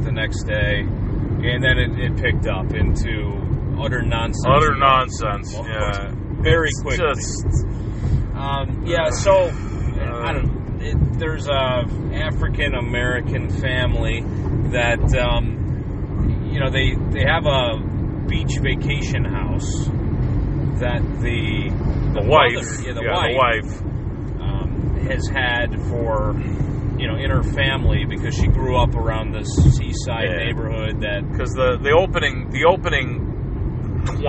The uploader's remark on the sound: road trip edition